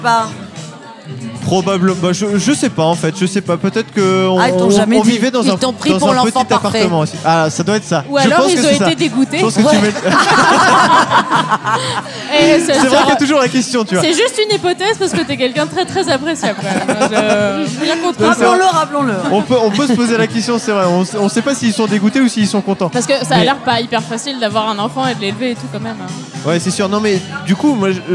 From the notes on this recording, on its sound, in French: épisode enregistré au Café sans nom (Paris 20e)